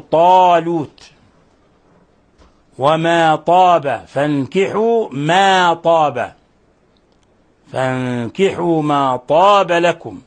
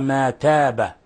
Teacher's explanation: وهي مفخمة تفخيما بالغا يعني تفخيما كبيرا شديدا إذ هي أقوى الحروف تفخيما · Shown in: first take · Term: تفخيم الطاء